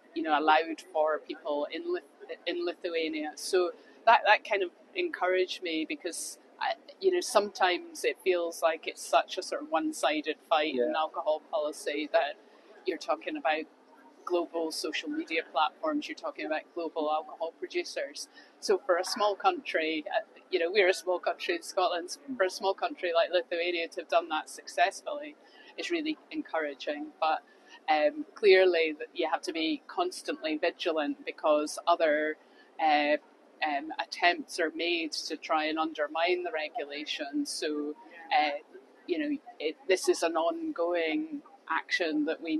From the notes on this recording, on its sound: we spoke to a number of the attendees at the 7th Global Alcohol Policy Conference in Cape Town